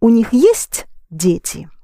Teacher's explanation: you raise your voice on есть